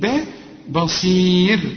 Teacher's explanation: الباء هنا مرقق والصاد مفخمة، لكن هي في آخر درجات التفخيم لأنها مكسورة · Term: نرقق الباء